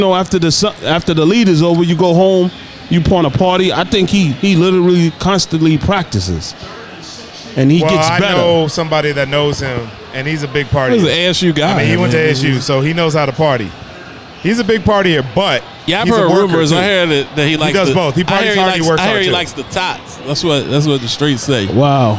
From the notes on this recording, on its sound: Live from Dave & Buster's